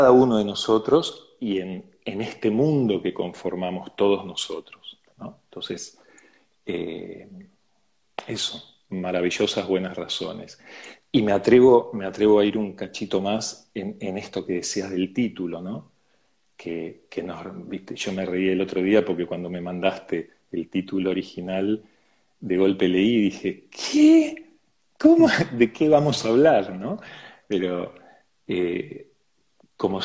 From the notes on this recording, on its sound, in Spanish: Audio de la charla en vivo por Instagram